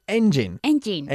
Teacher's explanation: Engine, enfatizando la primera sílaba.